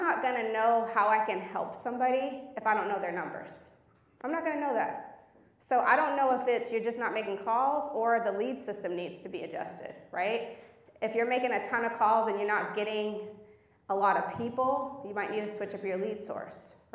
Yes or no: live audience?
yes